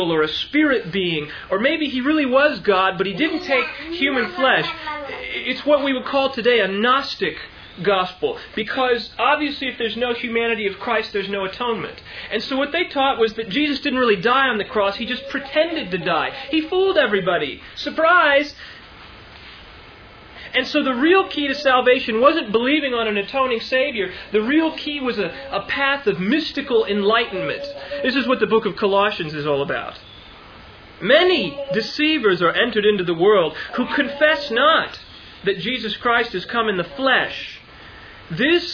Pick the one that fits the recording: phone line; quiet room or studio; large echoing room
large echoing room